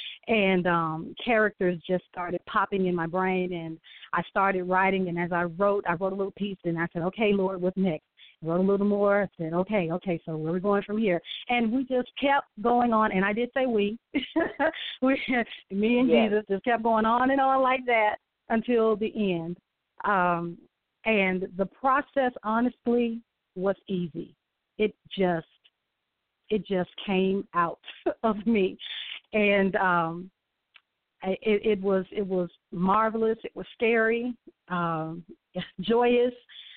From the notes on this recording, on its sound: A live call in show.